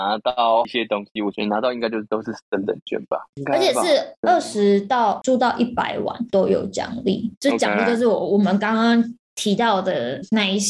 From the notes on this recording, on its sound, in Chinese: 正在隔離中。因此無奈我倆只能線上錄製，音質方面無法與過往相比較，還請大家見諒！